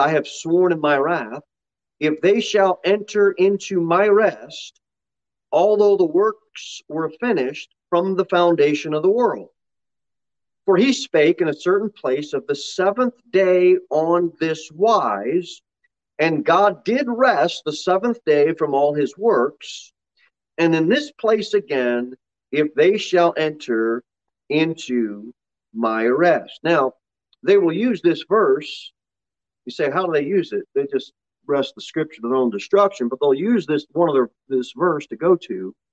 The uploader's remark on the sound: Sermon delivered at Pilgrim Baptist Church on Thursday, March 9, 2023, at 6:15 pm. Jere Whitson Rd. Pilgrim Baptist Church is a bible-believing, independent Baptist church.